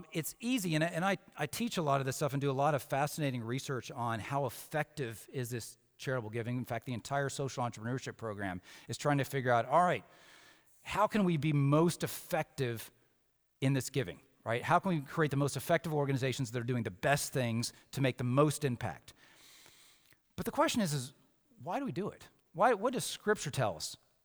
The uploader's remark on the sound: Samford University Campus Worship. From Thursday Convocation in Reid Chapel.